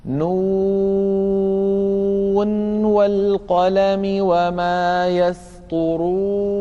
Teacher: يظهر النون عند الواو · Term: الإظهار